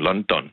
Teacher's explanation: Med to meget markerede A-lyde. Danske ålyde.